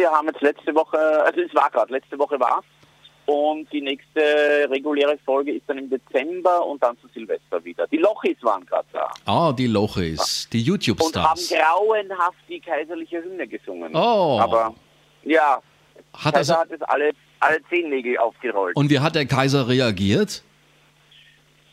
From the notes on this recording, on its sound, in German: Im Live-Call auf JOKE FM.